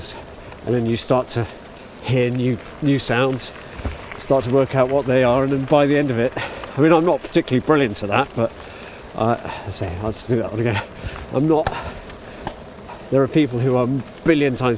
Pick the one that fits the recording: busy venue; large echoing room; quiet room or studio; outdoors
outdoors